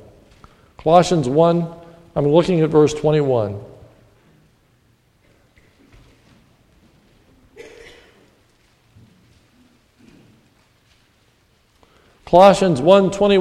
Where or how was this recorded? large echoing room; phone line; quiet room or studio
large echoing room